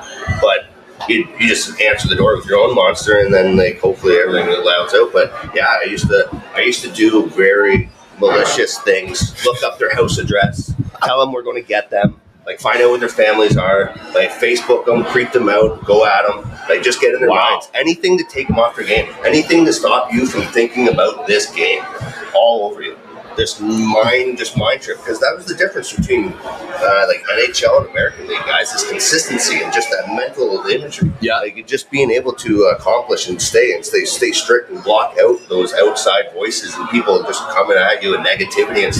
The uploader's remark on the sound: Live from The Locker Room Studio in Bottomline Sports Bar